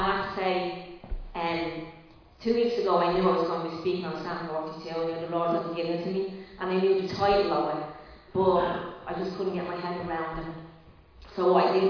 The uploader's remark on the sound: Recorded live in Liberty Church on 3 April 2022